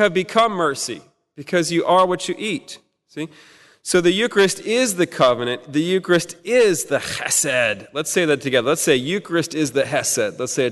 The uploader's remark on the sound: At the 2016 Fullness of Truth Conference. Held at Prince of Peace Catholic Church in Houston, Texas, from June 24–25, 2016.